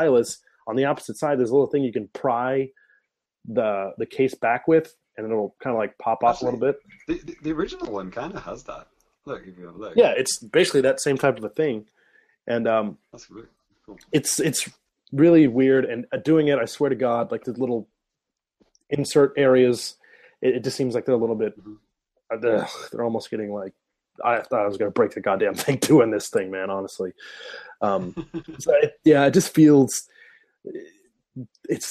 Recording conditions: video call